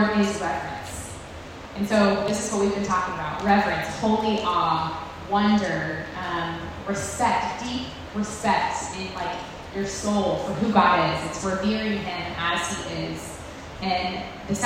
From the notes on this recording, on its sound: Women's All Gathering. We also want to apologize in advance for the audio quality of this recording!!